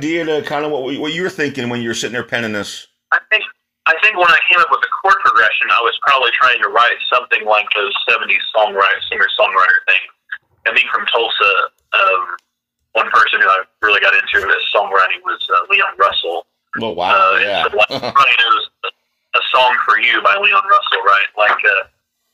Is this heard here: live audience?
no